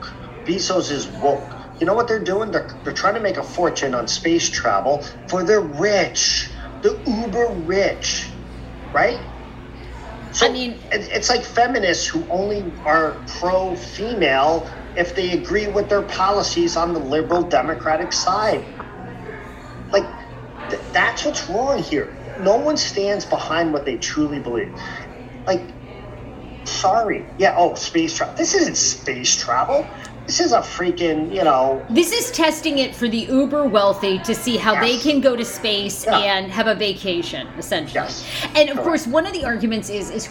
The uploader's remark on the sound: Semi-live from a cafe today so enjoy the background noise!